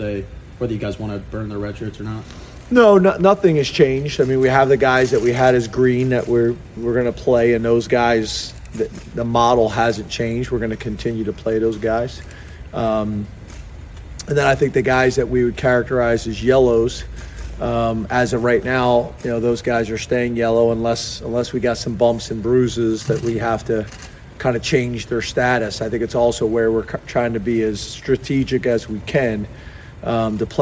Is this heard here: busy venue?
yes